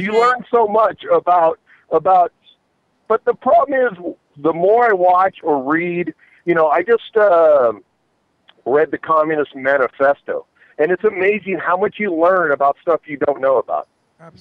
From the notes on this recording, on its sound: Have fun with call in guests and Christmas. Broadcast live from the W4CY studios.